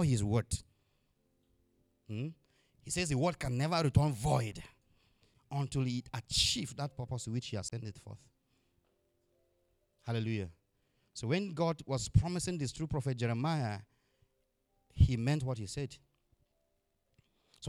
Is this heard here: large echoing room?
yes